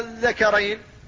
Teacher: فالألف هنا هي حرف المد وجاء السكون بعدها وكان السكون مشددا، فالمد هنا لازم كلمي مثقل.